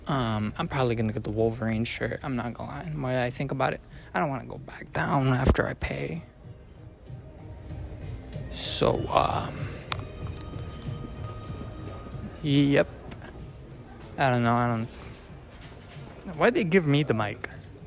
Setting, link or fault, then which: setting, outdoors